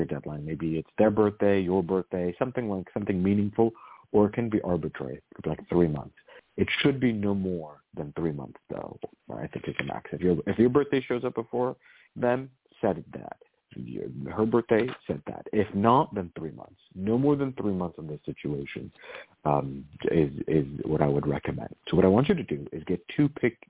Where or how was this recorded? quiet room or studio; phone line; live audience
phone line